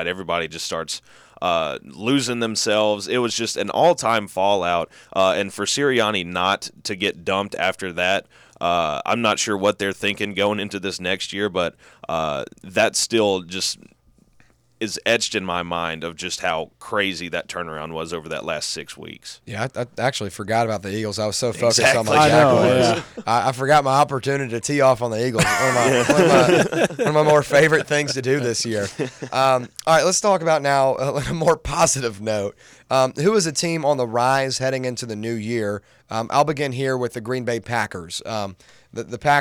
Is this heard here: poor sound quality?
no